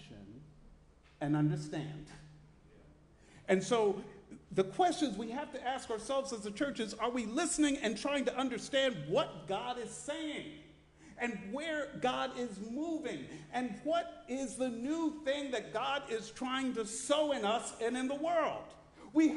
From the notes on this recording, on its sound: Sermon preached at RCHP on July 16, 2023.